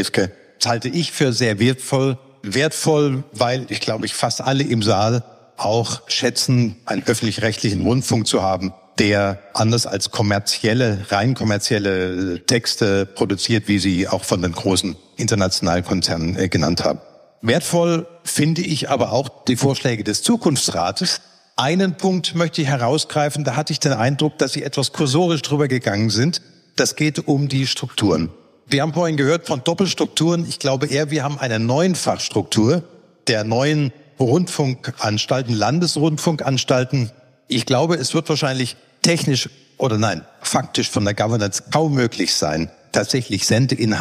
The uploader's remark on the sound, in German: Bei einer gemeinsamen Veranstaltung des Mannheimer Morgen und der Reiss-Engelhorn-Museen in Mannheim. Diskutierte anschließend mit dem Publikum.